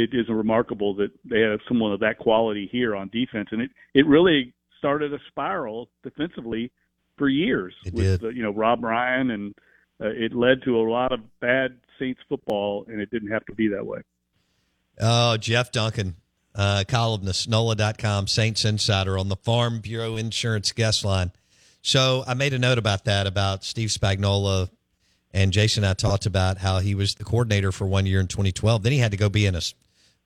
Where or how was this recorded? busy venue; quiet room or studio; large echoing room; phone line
phone line